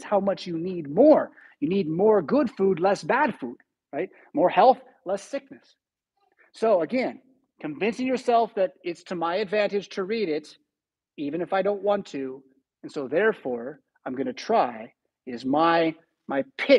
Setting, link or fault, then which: setting, large echoing room